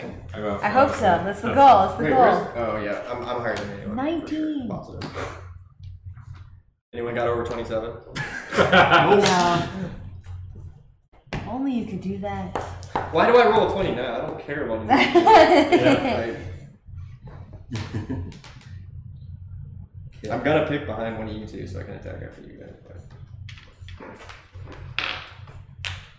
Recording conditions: poor sound quality